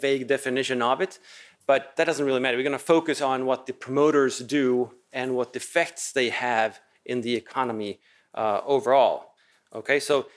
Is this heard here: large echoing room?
yes